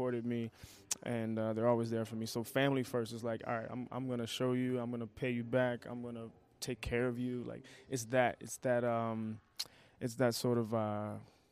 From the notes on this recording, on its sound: This is far from a typical episode as we hosted live from the Twin Cities Auto Show. We decided to try something different by asking patrons for "advice for 2 wildly average guys".